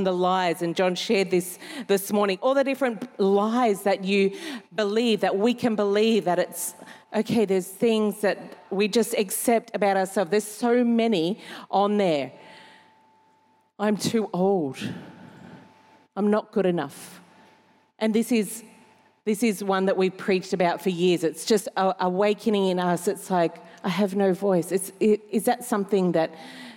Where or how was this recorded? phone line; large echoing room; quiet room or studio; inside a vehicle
large echoing room